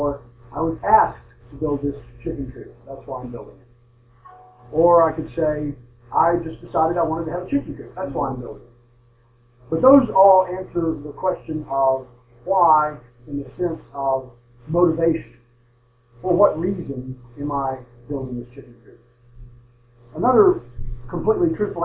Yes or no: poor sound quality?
yes